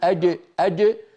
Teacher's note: يخرج صوت جيم مخلوطة بدال فيخرج الصوت الرديم، الرديم صار من الردم مشتق.